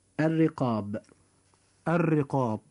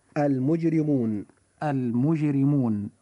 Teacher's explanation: كلمة المجرمون حرف الراء جاء فيها مكسورا فوجب ترقيقه فتنطق هذه الكلمة هكذا المجرمون المجرمون.